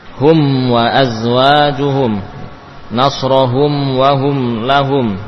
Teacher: Maka yang demikian diingatkan oleh para ulama tajwid tentunya, bahwasanya mim kalau bertemu dengan wawu tetap dibaca izhar, mimnya tetap mim yang jelas tanpa tambahan gunnah